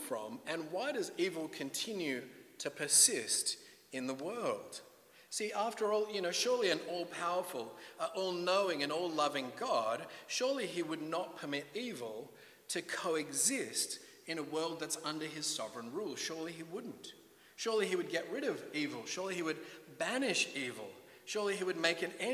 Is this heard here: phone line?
no